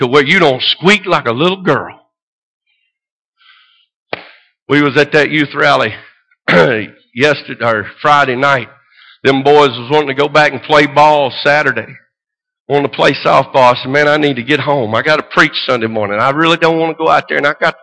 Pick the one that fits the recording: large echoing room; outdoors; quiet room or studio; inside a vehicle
large echoing room